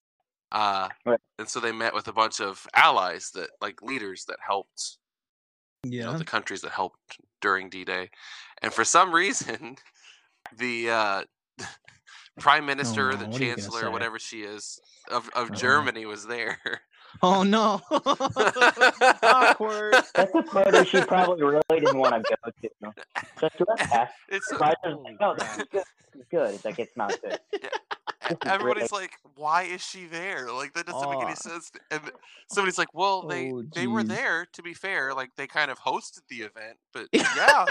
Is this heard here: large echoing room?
no